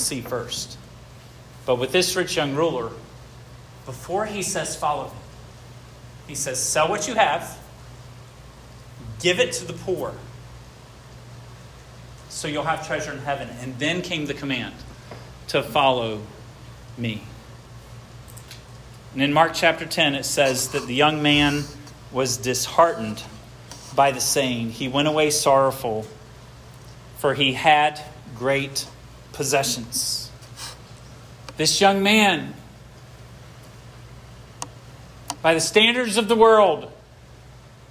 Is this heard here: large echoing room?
yes